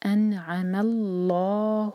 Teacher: تو لام جلالہ کو ہم منہ بھر کر پڑھیں گے، ہیوی پڑھیں گے انعم اللہ. تو خیال رہے کہ میم کو نہیں ہیوی کرنا ہے، صرف لام کو ہیوی کرنا ہے، انعم نہیں ہوگا انعم اللہ.